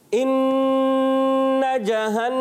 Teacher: ہوتا ہے، میم مشدد میں بھی ہوتا ہے اور نون مشدد میں بھی ہوتا ہے، دو حروف ایسے ہیں، جب آئیں گے ان میں ایک الف کا غنہ ہوگا، ناک میں آواز لے کر جائیں گے اور ایک الف پکڑ کے رکھنا ہے